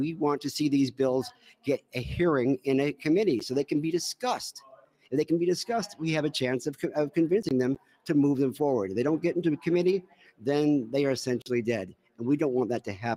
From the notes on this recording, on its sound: NORML Lobby Days Florida Capitol. WE ARE LIVE FROM THE CAPITOL!